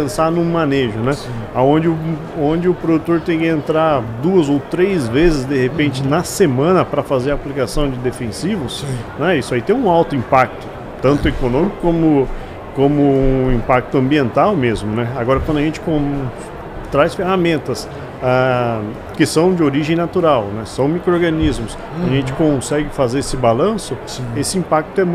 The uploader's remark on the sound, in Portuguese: Estamos ao vivo durante a Hortitec 2023